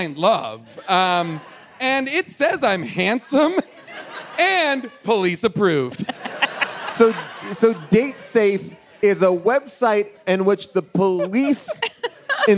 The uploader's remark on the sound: Sleepover LIVE! Recorded LIVE on June 15th, 2023 from Largo in Los Angeles.